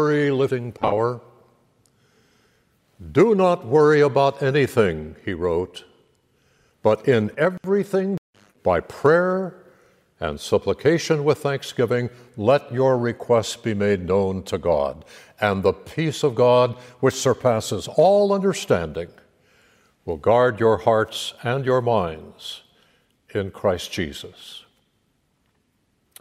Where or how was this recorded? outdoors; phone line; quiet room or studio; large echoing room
large echoing room